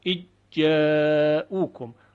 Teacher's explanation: ذال در تلفظ دیگه شنیده نمیشه پس از ادغام و یک جیم مشدد ما خواهیم شنید، اجاؤکم. حالا ممکنه شما سوال بفرمایید که این چه نوع ادغامیه؟